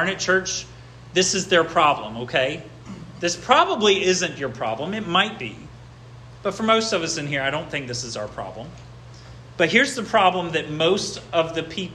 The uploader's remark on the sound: This sermon was preached at Hope Fellowship